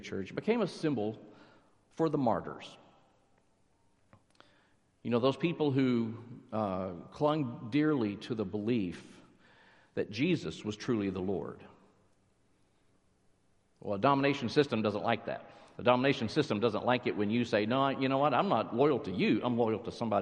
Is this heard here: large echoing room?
yes